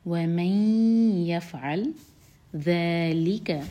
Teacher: یہاں پر نون اور یا کا ساؤنڈ مرج ہوگا اور ہم ناک میں آواز لے جائیں گے اور دو سیکنڈس کا ٹائم دیں گے